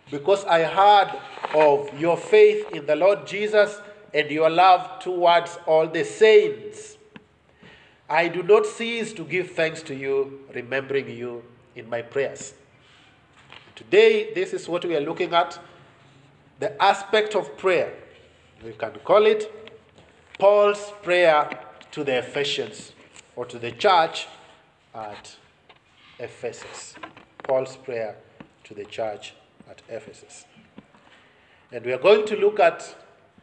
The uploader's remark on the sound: preached God's word to Bethesda Baptist Church Nyeri